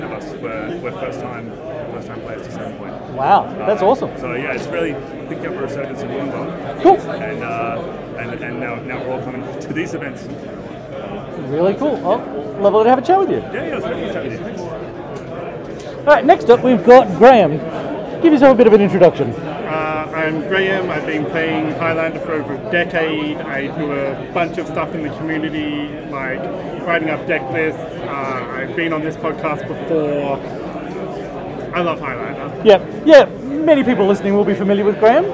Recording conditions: background noise